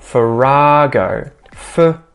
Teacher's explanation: Notice where the emphasis is. Second syllable.